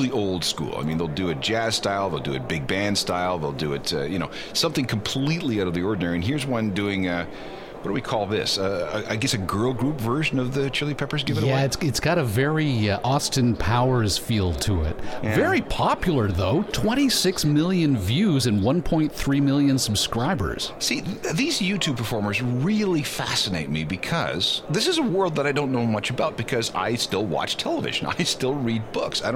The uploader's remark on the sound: We are Live on Location at the Toronto Downtown Record Show!